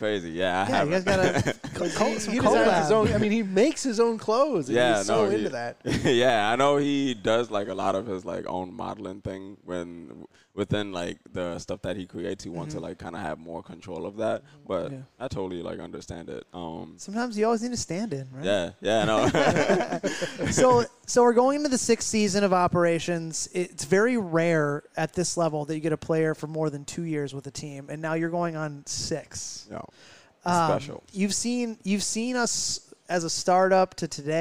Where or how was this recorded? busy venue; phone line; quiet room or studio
busy venue